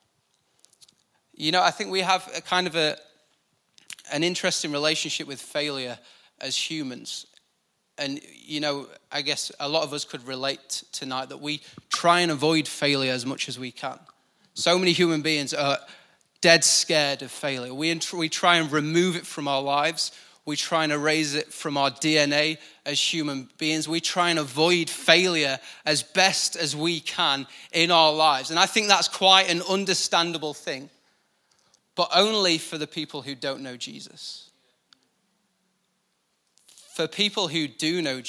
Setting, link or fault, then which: setting, live audience